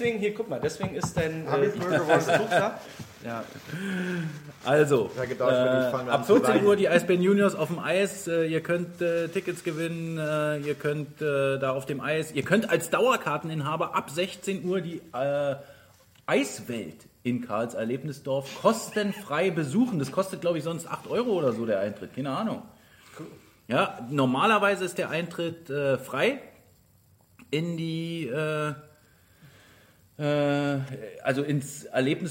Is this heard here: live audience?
yes